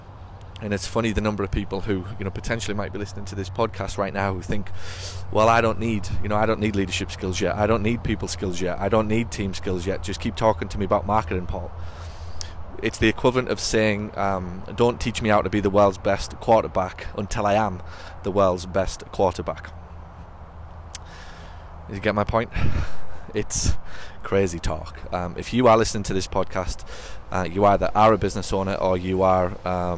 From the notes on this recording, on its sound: Walks around Nashville while recapping the Nashville mastermind event last week.